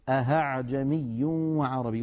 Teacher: أن يقلب الإنسان الهمزة الثانية هاء فيقول أهعجمي وعربي، ونسمعها أحيانا من بعض إخواننا غير المتقنين فيقولون أهعجمي، هذا لا يصح يا إخوتي لأنه قد أبدل الهمزة هاء أي حولها إلى حرف آخر، والتسهيل شيء والإبدال شيء آخر.